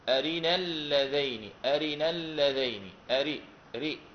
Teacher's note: نأتي بثلثي الحركة، قدرها العلماء بثلثي الحركة، وهذا تقدير طبعا يعني أخذ من المشافهة كذلك، يعني لم يأتي هباء، بخلاف الروم، الروم هو الإتيان أي بثلث الحركة. · Term: الاختلاس